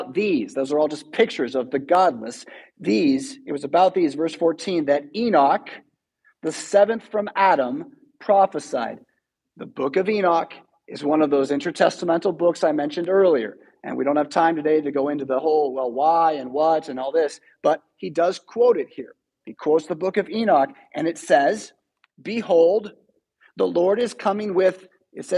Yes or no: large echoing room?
yes